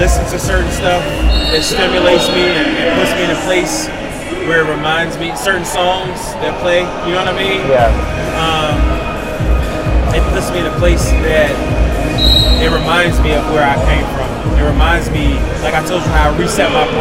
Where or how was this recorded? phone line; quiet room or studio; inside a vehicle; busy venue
busy venue